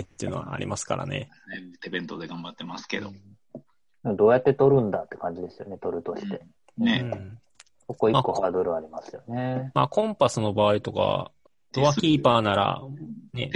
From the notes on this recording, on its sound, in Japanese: 今回も Zoom によるリモート収録です。